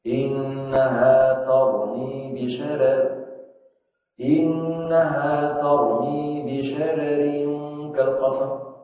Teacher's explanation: إذن هنا يعني في كلمة بشرر قرأها بترقيق الراء معا